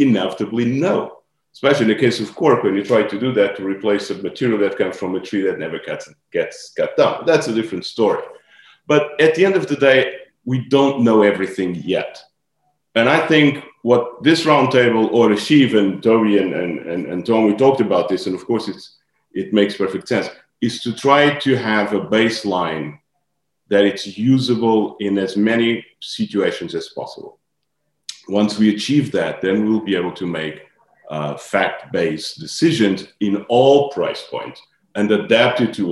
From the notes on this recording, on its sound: This is a recording from our Sustainable Wine Packaging online conference